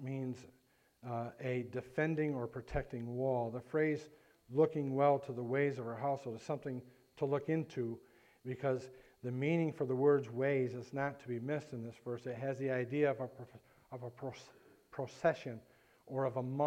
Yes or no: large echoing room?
yes